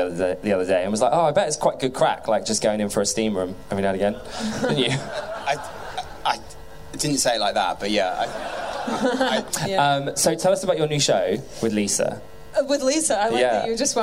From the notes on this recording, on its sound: Live from our big London show at The Underbelly in June 2019